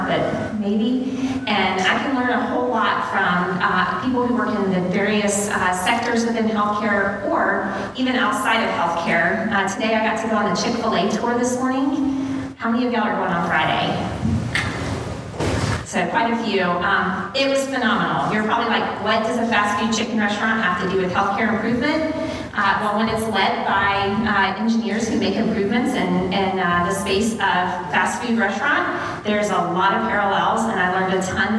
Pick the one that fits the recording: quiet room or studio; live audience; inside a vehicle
live audience